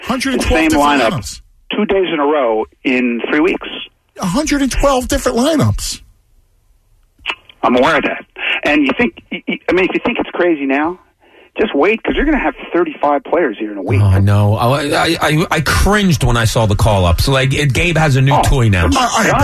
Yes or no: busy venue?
no